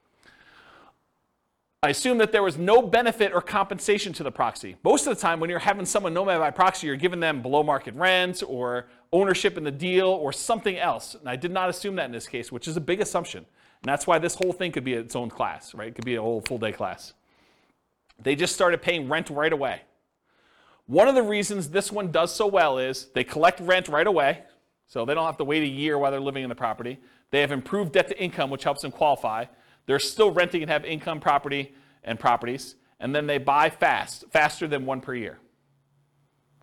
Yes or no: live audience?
yes